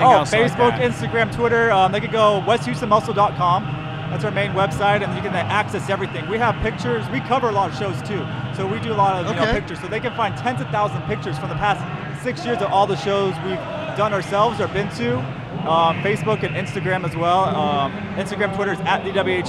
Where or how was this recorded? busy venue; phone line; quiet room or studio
busy venue